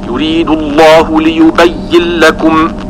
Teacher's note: ليبين آخر الكلمة نون مفتوحة، لكم أولها لام مفتوحة، وذاك مدغم كبير